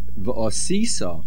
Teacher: Although the Vav is a Vav HaMahapech, the main accent remains on the sin of V'osisa, since the Shorish of V'osisa is Ayin Sin Hey, and regarding verbs where the Lamed HaPoyal is a Hey, the main accent does not shift to the last syllable. · Term: mil'el